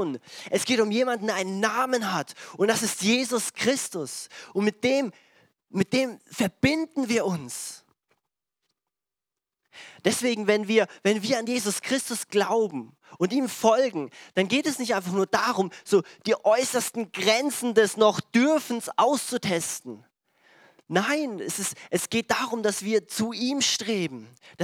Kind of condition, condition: setting, large echoing room